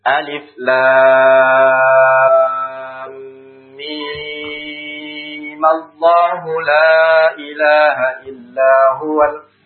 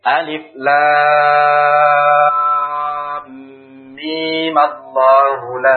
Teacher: Mimnya tetap kita panjangkan 6 harokat. · Shown in: first take · Dan di atas mim tadi kita kasih harokat fathah. · Term: al-isba